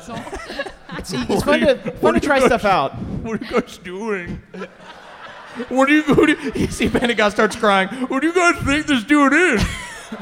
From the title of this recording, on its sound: NADDPOD Live in Chicago